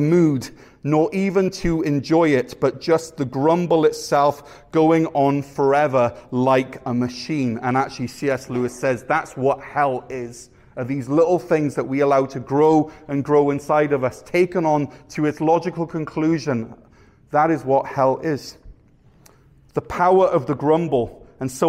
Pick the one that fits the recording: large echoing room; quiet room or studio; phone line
large echoing room